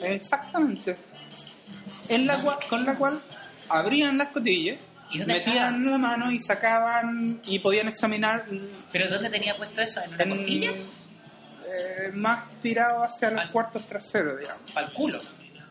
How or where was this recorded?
busy venue